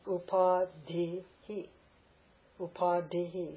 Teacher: Upadhihi. Long A, aspirate DH, aspirate dental, upa dhi.